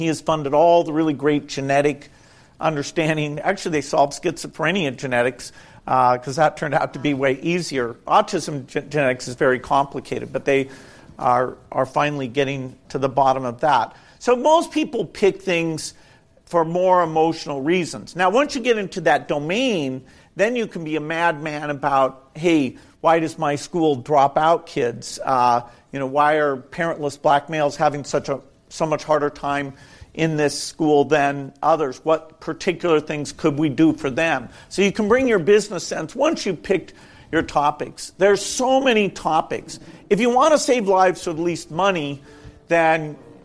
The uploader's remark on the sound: This encore episode is a recording of a special event. In San Francisco. In front of a live audience of Village Global founders and friends of the firm.